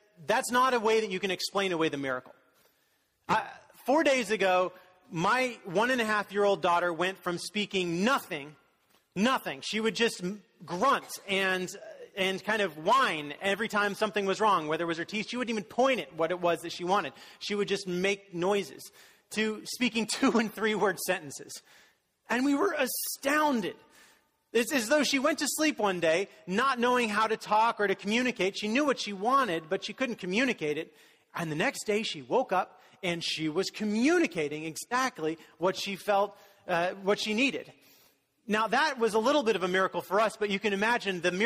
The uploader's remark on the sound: was delivered during the Contemporary Worship service